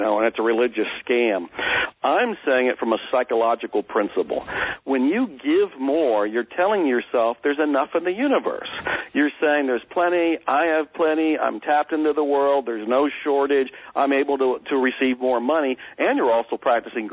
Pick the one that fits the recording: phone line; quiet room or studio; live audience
phone line